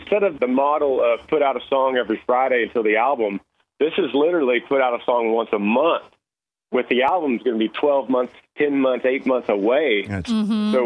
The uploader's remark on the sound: he called in to chat